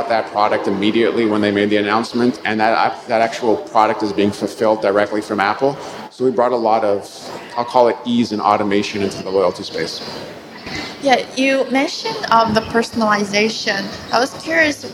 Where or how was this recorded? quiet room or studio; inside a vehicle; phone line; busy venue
busy venue